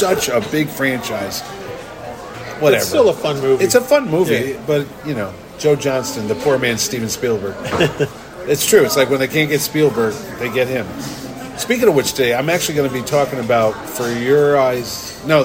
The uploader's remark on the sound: This 90 minute off the rails conversation is once again recorded at Colony Grill in Fairfield, CT.